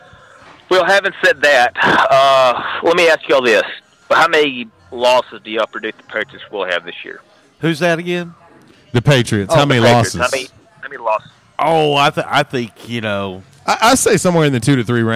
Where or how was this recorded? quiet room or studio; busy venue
busy venue